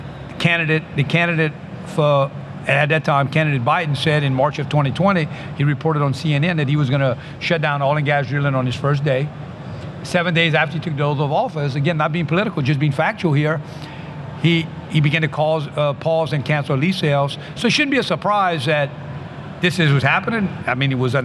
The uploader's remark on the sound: which was recorded at OTC